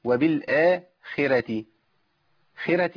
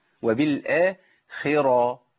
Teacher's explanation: وقلنا الخاء عندي مكسورة فضعيفة، خي، والراء عندي مفخمة لأنها مفتوحة · Shown in: second take